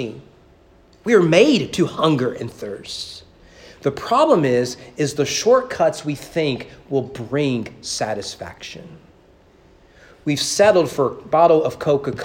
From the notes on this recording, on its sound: Sermon preached at East Frankfort Baptist Church on February 6, 2022 during evening worship.